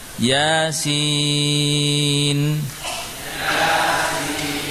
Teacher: Misalnya surat Yasin, ya-nya dua harokat.